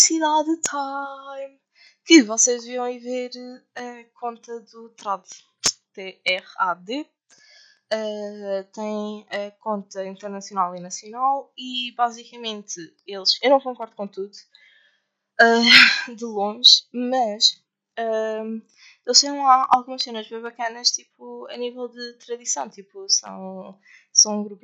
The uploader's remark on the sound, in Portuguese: O áudio não está o melhor. Por agora não é melhor até a vossa gaja arranjar um equipamento melhor.